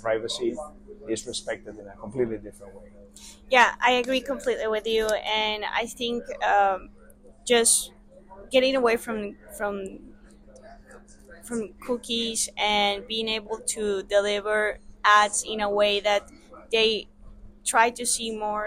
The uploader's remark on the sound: Live in Cannes Lions Festival 2023